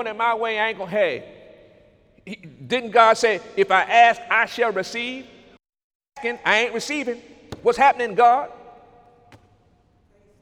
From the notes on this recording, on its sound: During Sunday morning service